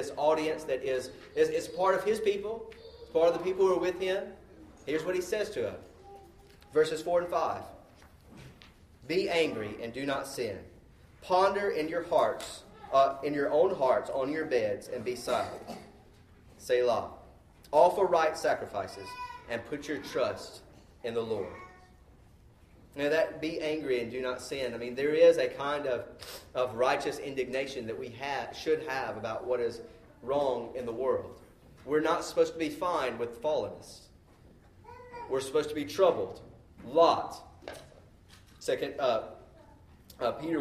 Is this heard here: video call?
no